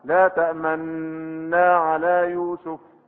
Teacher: قال بإشمام النون الضمة. طيب هشم من نون شوية كده من الضمة، روح راشش عليها شوية من الضمة. · Term: الإشمام